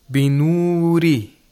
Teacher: Again, the Ra is pronounced with Tarqiq, the same rule as Hafs al-Asim.